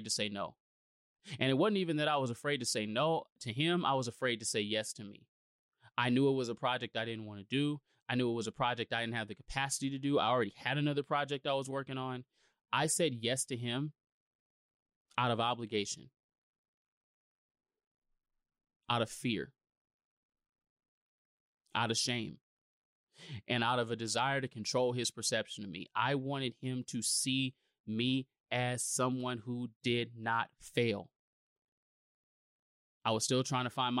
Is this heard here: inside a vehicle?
no